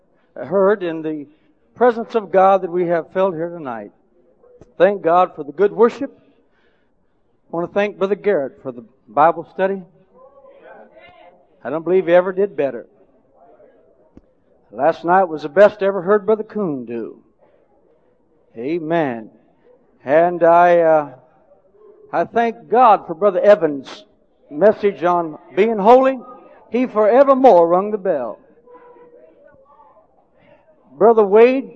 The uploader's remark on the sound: preaches ACI/AMF Midwinter Conference in Decatur, AL